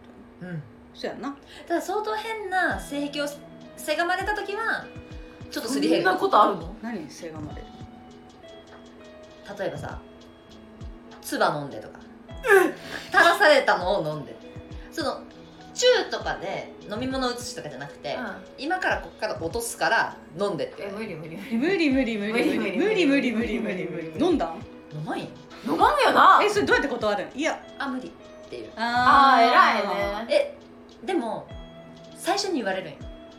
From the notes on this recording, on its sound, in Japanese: 今回は宅飲みしながらの収録会って話してるのでいつもよりうるさいです